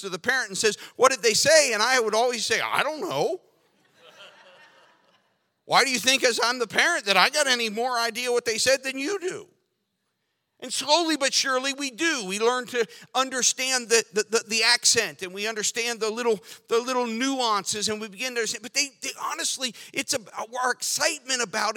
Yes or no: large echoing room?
yes